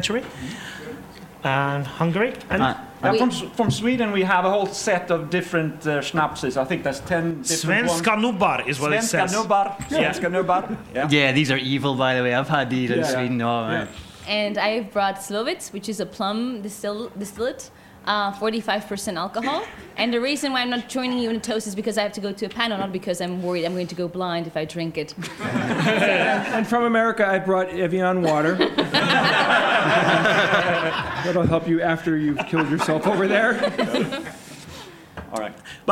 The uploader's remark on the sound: QED Live Recording. This episode is the first of its kind as it is the live recording from QED 2018 that happened in Manchester in the middle of October.